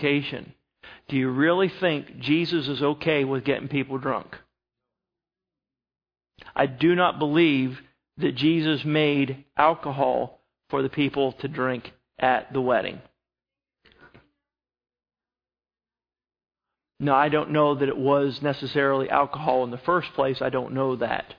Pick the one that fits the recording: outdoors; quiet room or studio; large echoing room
large echoing room